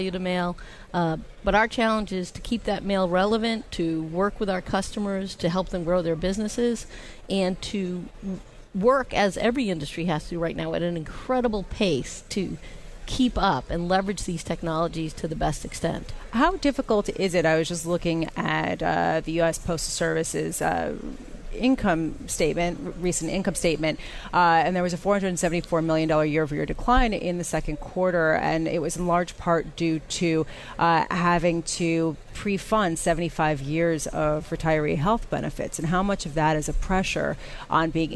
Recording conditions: busy venue